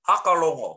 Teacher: It's not an L, it's a roll. Your tongue is brushing the roof of your mouth